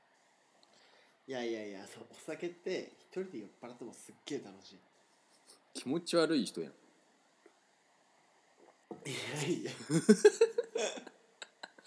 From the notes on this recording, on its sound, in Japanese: リモート収録のため音声のズレ、音量が小さいなど聞きずらいところございます。